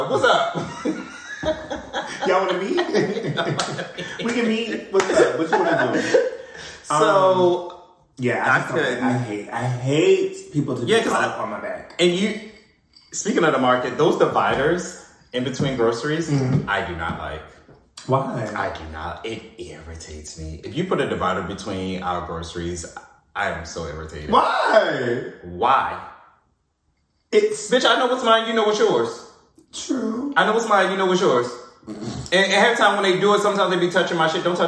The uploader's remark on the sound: Technical Difficulties. However is a lil a cut and paste because of some audio issues.